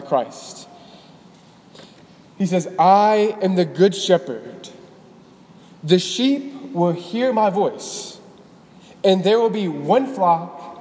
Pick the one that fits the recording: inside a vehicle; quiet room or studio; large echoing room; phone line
large echoing room